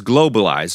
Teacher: we accentuate the first part, globalize, the first syllable